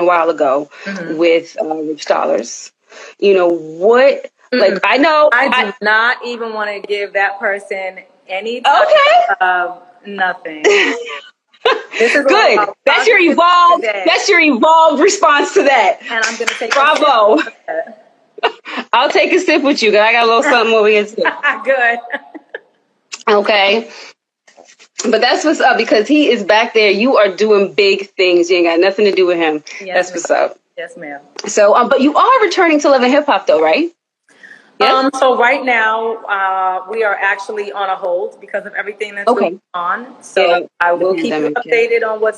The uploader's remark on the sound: special Instagram Live #WFH edition